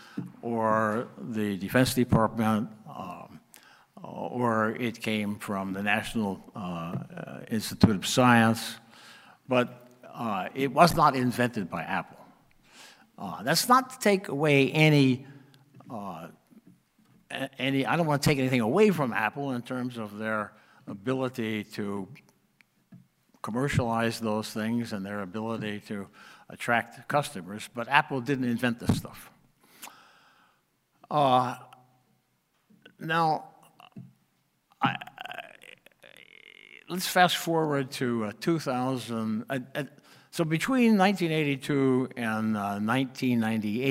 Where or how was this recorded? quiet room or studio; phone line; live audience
live audience